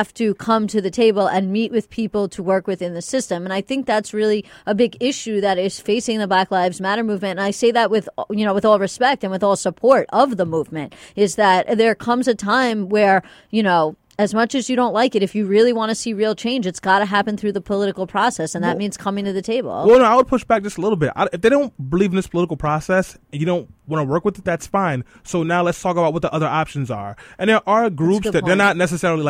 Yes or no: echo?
no